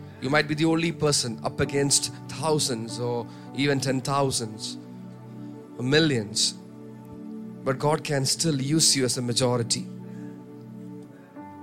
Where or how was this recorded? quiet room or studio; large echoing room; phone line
large echoing room